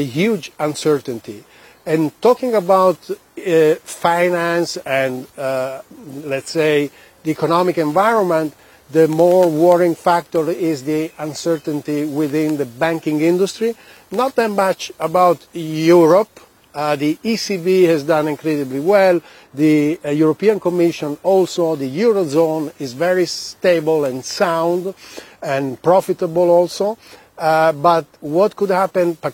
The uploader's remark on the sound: We are live on the shores of Lake Como, Italy